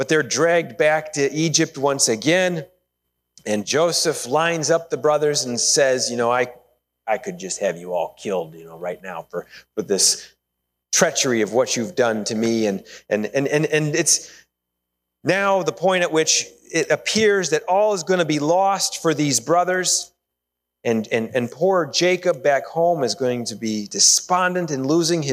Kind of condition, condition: setting, large echoing room